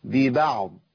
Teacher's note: الباء مرققه، لا نفخم الباء